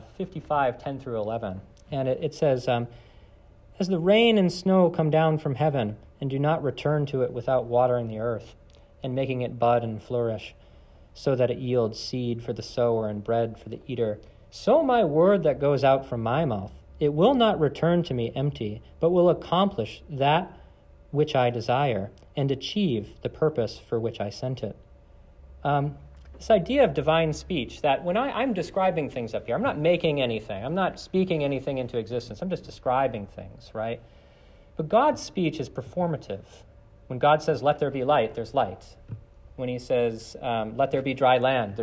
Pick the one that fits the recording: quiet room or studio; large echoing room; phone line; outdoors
large echoing room